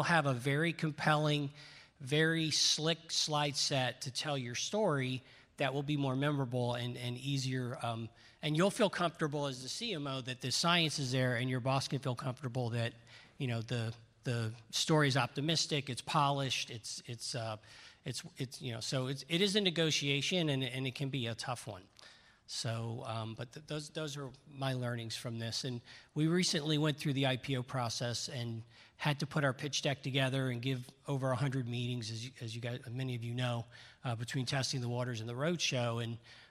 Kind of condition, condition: setting, live audience